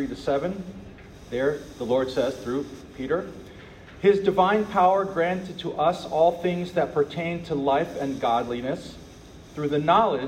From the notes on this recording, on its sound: This lecture was given on June 6th, 2023, at the NYC Thomistic Institute at the Dominican House of Studies.